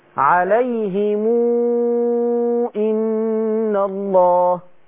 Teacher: انت هتعملي للميم صلة بس الهاء هتفضل مكسورة زي ما هي